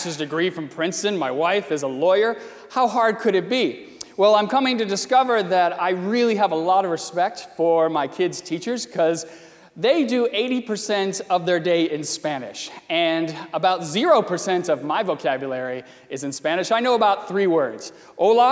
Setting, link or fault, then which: setting, large echoing room